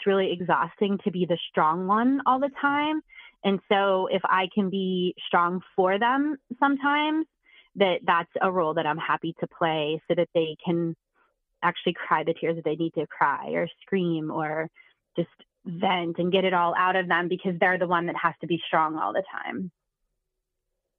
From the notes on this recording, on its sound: She called